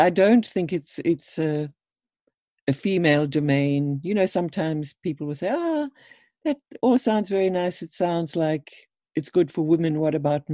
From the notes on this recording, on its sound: This episode is a recording of a webinar